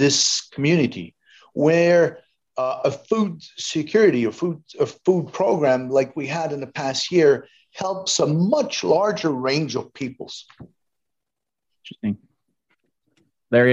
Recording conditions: video call